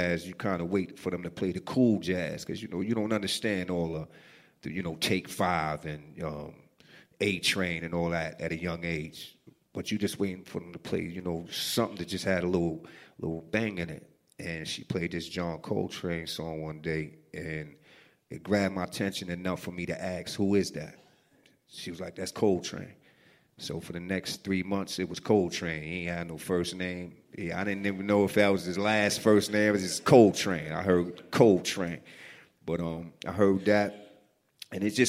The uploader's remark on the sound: It was recorded at a WeWork space in Manhattan in front of a great crowd.